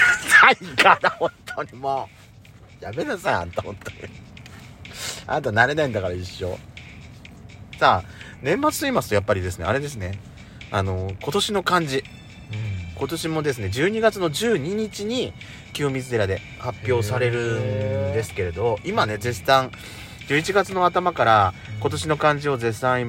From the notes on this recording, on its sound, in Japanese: パーキング収録